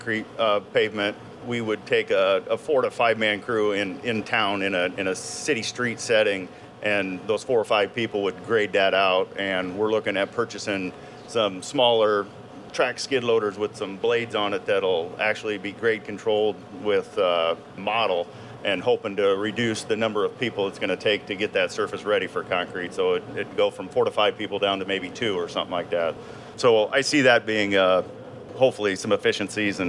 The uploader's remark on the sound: Live from Washington DC, A Celebration of Construction on the National Mall. All of these interviews were recorded live, from a stage on the Capitol Mall, where we interviewed construction industry leaders across 14 different panel discussions and fireside chat-style conversations. This episode is a highlight reel with some of the top insights and takeaways from those discussions.